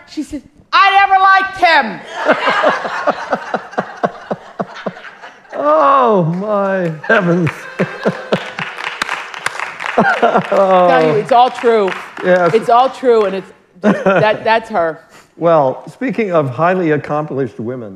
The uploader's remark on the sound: In this live audience episode.